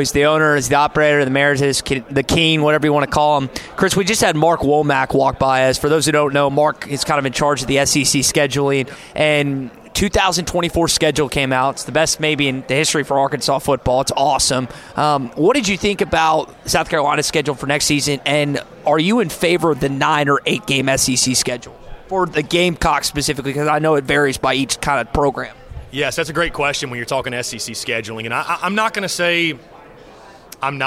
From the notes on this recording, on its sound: LIVE from SEC Media Days.